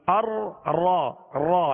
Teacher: اس کو ادا کرتے ہوئے آواز میں کپ کپاہٹ سی ہوگی ار را را جیسے لیکن اس قدر بھی کپ کپاہٹ نہ ہو اس قدر بھی اس میں تکرار نہ ہو کہ ایک راہ کی جگہ کئی راہ پیدا ہو جائے